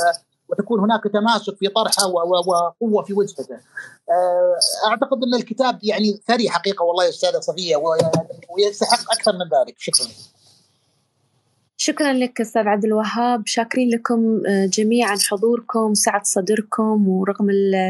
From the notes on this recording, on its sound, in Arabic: تسجيل لمساحة ابن رشد الأسبوعية على منصة تويتر.